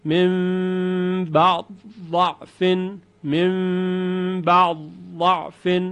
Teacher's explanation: چون عین ساکنه، بعد از عین ساکن شما میخواهید یک تشدید رو بیارید، یعنی یک حرف مشدد که ضاده، چون از دال دیگه اثری نیست، ادغام کبیر هست از نوع کامل.